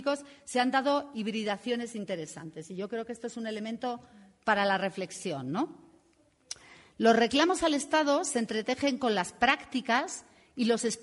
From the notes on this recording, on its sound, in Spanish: Entre el público estaba la delegación de la sede de la fundación en Berlín. Al igual que agradecemos a todas las personas presentes en la sala por las preguntas interesantes y una rica discusión y también a quienes siguieron el debate desde sus casas (escuchando la transmisión en vivo que realizó ALER).